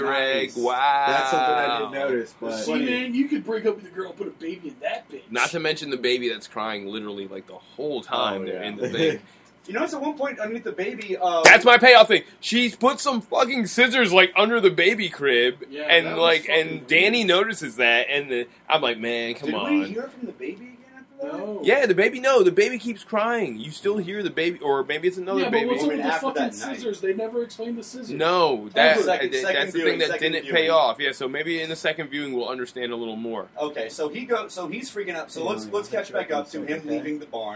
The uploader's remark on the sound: We were having some issues with audio